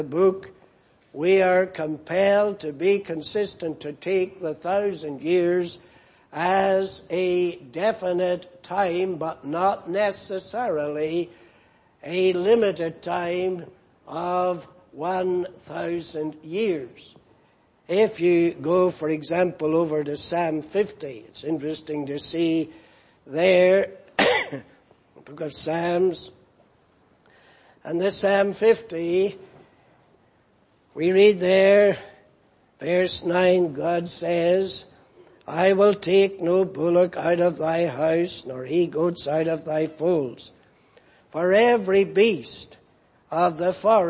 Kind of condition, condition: setting, large echoing room